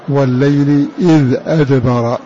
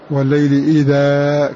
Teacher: بإسكان الذال وبهمزة قطع مفتوحة بعدها دال ساكنة من غير مد · Shown in: first take